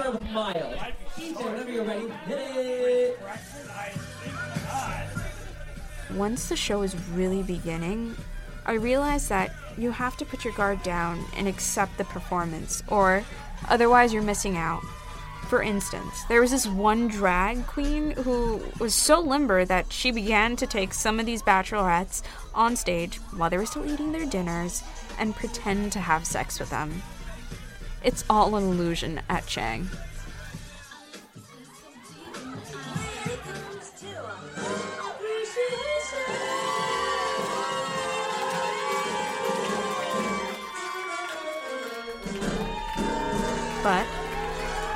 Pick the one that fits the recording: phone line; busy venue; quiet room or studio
busy venue